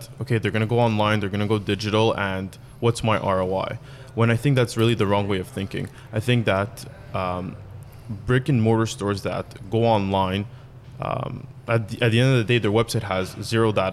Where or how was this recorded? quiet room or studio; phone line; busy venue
busy venue